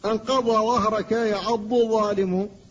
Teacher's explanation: فالضاد لسانية من حافة اللسان، والضاء من رأس اللسان ورؤوس الثنايا العليا